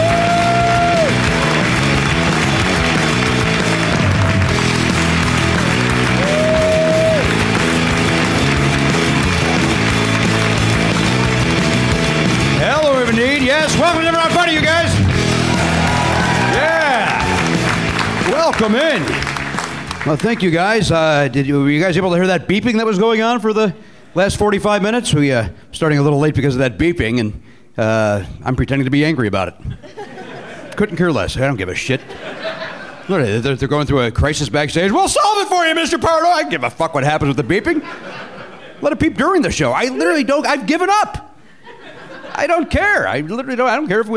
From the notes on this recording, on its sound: Recorded at the Gateway Theatre as part of SF Sketchfest on January 12, 2019.